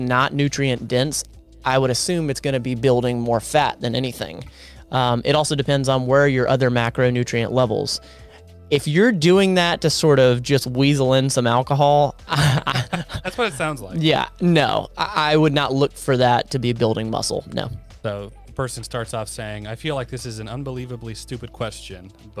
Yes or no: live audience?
no